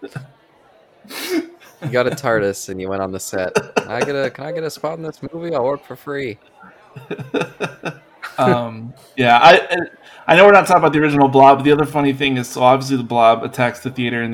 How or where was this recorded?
busy venue